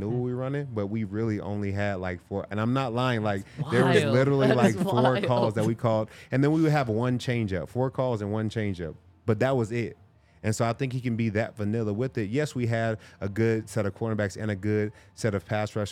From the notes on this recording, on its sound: coming to you LIVE from the DNVR Bar